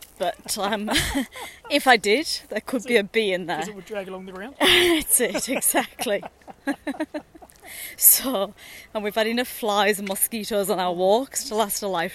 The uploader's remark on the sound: series of short podcasts recorded during daily walks